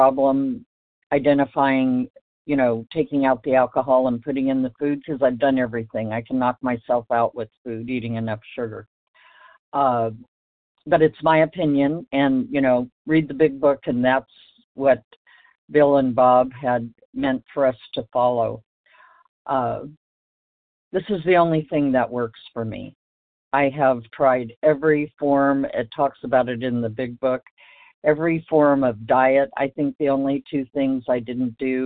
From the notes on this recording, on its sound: from the 100 Pounders Phone Meeting